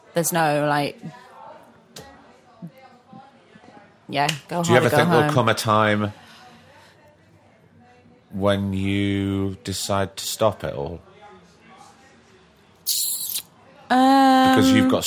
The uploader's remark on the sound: On a Beautiful spring day down in the basement of Maison Bertaux. Sorry if there's any background noise putting you off. One day we'll be able to afford our own acoustically perfect podcasting studio...